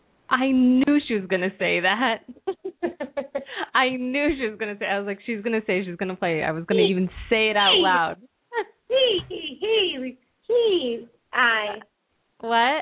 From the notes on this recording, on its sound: open up the lines for listeners to call